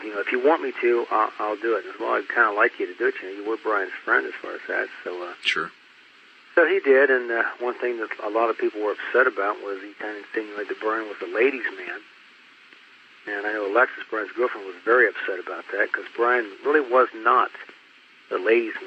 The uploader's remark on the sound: The audio has not been edited, the interview was conducted in 2007 over a phone line, with some clarity issues later on, but nothing major.